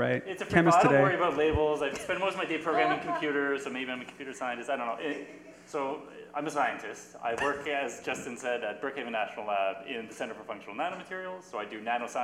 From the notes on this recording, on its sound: A science and art conversation series that takes place in a pub-style setting. Panelists engage the audience in an open discussion.